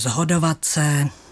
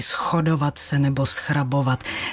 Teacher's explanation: Moravská výslovnost upřednostňuje tu znělou podobu · Shown in: first take